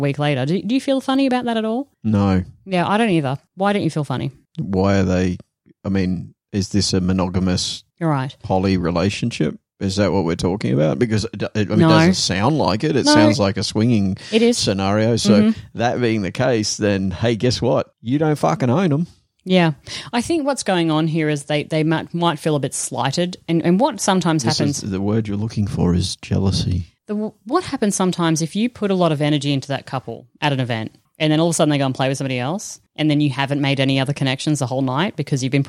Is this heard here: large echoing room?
no